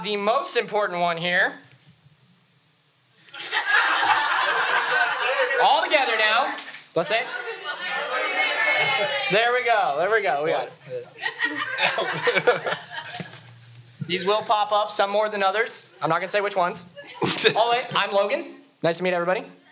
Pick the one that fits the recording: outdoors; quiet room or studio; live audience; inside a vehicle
live audience